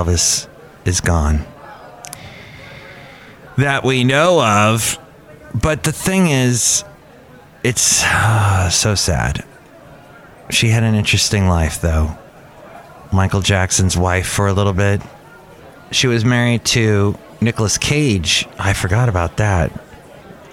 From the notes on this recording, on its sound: podcasts live from Cafe Anyway